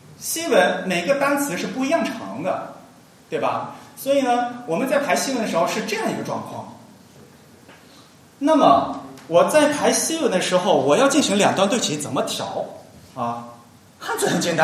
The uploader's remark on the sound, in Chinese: 沙龙在上海同济大学设计创意学院举办。今日播出现场录音，以飨未能到场的听众。